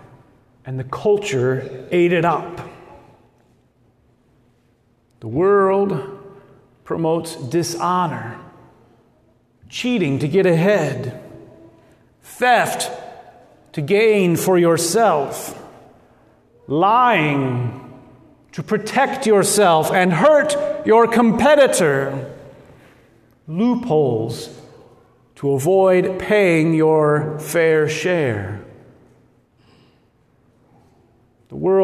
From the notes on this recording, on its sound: at Good Shepherd Lutheran Church Lincoln Nebraska